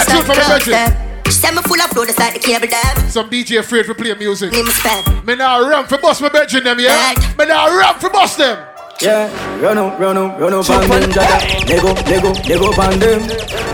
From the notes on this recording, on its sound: LIVE SET, AT BACK IT UP, CARGO... LIVE SLOW DANCEHALL SET.